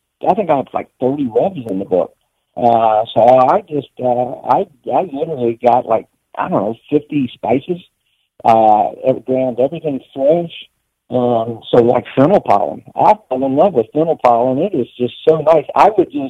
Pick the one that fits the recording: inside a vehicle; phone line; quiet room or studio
phone line